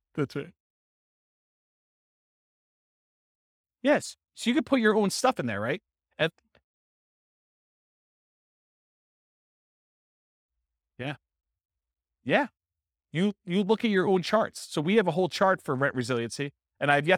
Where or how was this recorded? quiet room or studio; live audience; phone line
live audience